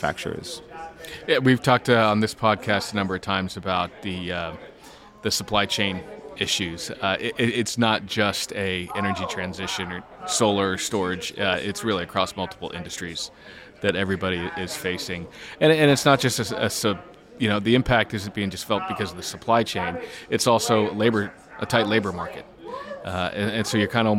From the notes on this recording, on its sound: Live At The Solar & Energy Storage Summit. Was live in San Diego, bringing you highlights from each day of the conference.